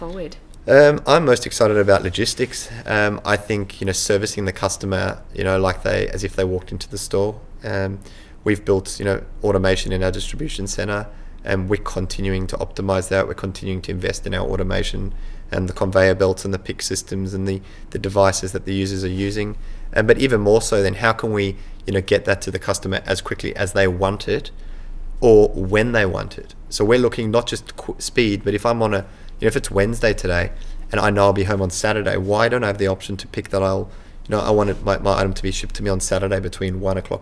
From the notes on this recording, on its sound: Recorded at Online Retailer 2017 in Sydney